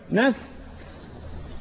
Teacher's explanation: في جريان نفس اللي هسميه همس